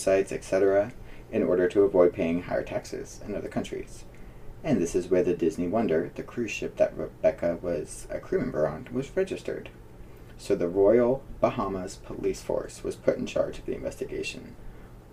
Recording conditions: poor microphone